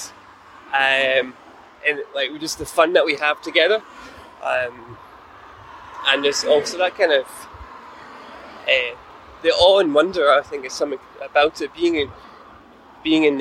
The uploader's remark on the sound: On a riverside adventure by the Clyde. Continues their journey along the River Clyde with an afternoon cycle.